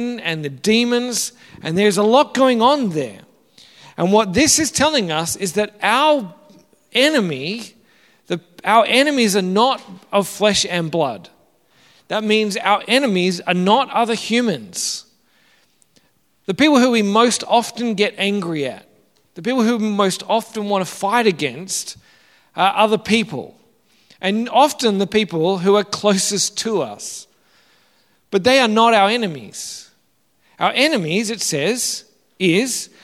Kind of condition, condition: setting, large echoing room